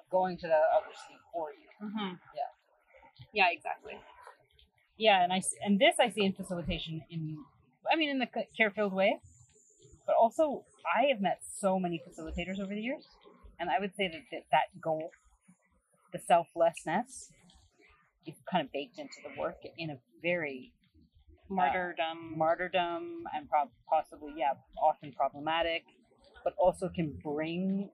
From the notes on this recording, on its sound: Even though these is so much strange background noise in this podcast